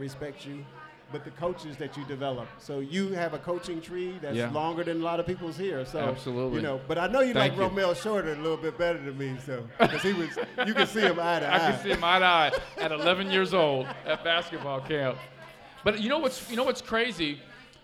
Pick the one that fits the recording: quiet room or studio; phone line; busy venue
busy venue